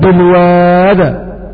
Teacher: والمعنى أن ابن كثير يثبت الياء في كلمة بالوادي وصلا ووقفا، وأما ورش يثبت هذه الياء وصلا فقط، فإذا وقف يقف بالسكون